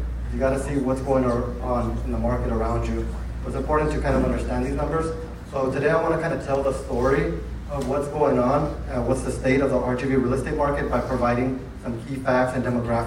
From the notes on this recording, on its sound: At the State of RGV Real Estate Forum. We have audio recordings of some of the keynote speakers.